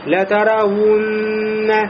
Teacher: губы почти смыкаются, но остается щель, фурджа, при произношении вау. И будет лятараунна.